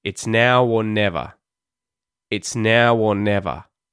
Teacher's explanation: we don't say the R in the word or because there's a consonant that comes after it at the start of the word never.